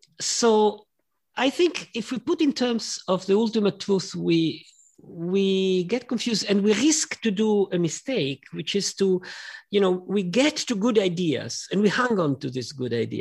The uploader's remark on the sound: This talk was recorded at 5x15 online in April 2021.